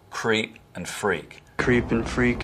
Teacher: Southern accents have vowel breaking in words like creep and freak.